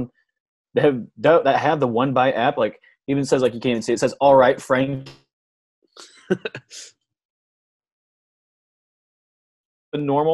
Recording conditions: video call